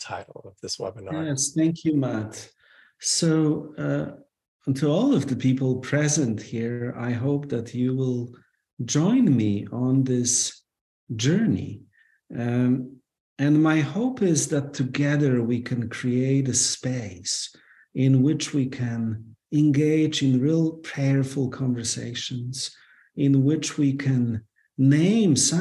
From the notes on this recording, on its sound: This episode we share the audio of that free preview webinar conversation.